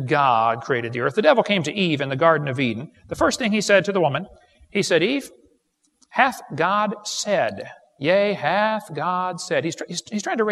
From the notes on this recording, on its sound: This is the first part of the Age of the Earth seminar. This is recorded live and was recorded several years ago.